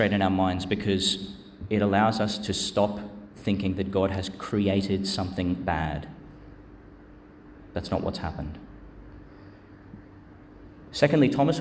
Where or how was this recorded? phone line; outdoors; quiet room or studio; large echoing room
large echoing room